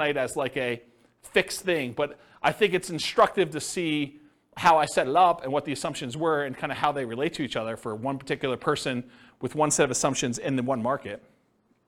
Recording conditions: live audience